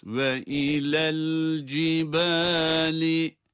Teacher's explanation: Bu el cibali kelimesindeki cezimli lam harfine hareke vermiyoruz. Evet, hareke vermiyoruz ve arada sekte de yapmıyoruz.